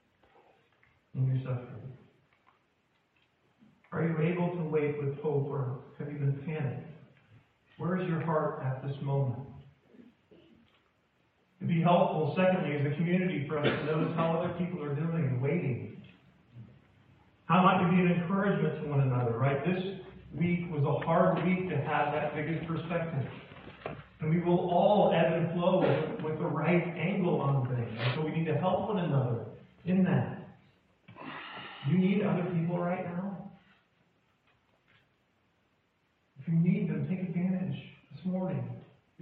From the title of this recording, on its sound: poor audio